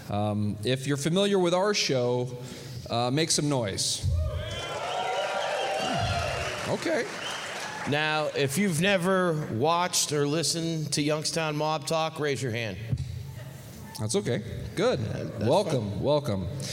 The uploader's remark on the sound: live recording of 2/9/24